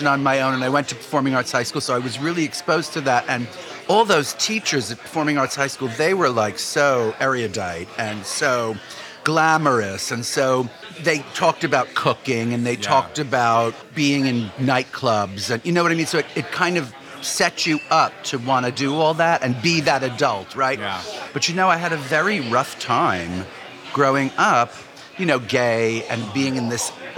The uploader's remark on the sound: Over omelets and quiche. This episode of Dinner’s On Me was recorded at Pastis in the West Village, NYC.